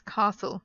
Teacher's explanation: So if you're talking about the cast of a film, for example, it's cast, but castle is without the T, even though you write it with the T